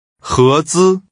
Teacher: The tones are rising and high level.